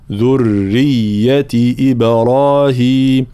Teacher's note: الياء المشددة من ذرية، ذرية مع ترقيق الراء وبيان التشديد هنا في الراء وفي الياء